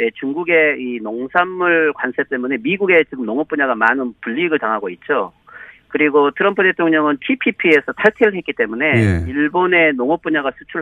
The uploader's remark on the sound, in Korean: 릴레이 전화연결.